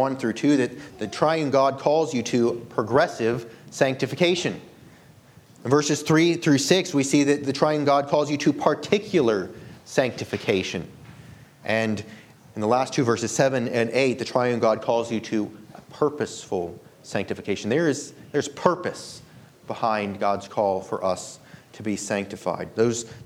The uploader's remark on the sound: This sermon was delivered on March 19, 2023 at Antioch Presbyterian Church. At Antioch Presbyterian Church, a mission work of Calvary Presbytery of the Presbyterian Church in America located in Woodruff, South Carolina.